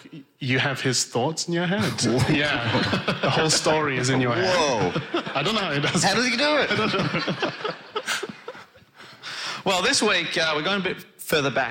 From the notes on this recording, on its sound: Recorded live in London.